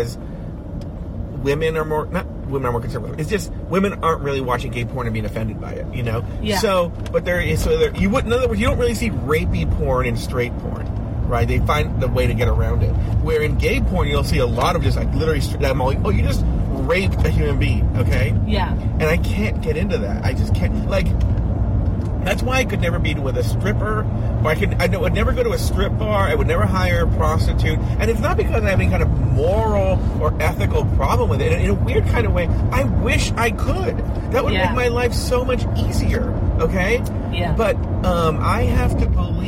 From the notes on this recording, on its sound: Talking in the car as they drive to a studio to record some podcasts.